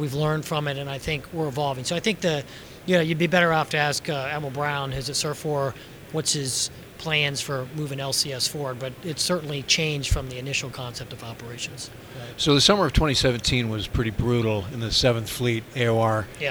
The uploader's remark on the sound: live from WEST 2018